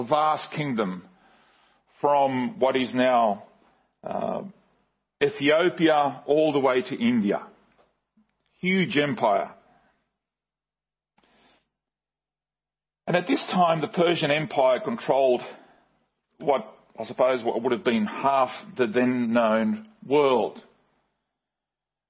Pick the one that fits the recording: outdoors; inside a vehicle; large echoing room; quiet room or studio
large echoing room